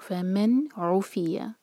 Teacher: اس کے بعد ہے فمن عوفیا، نون ساکن کے بعد جو لیٹر ہے وہ عین ہے حروف علقی، تو یہاں پر بھی ہم نون کو کلیئر پڑھیں گے، اور ان سب ورڈز میں نون پر اظہار کیا جا رہا ہے، نون کی آواز کو کلیئر پڑھا جا رہا ہے اور نون پر ٹائم نہیں دیا جا رہا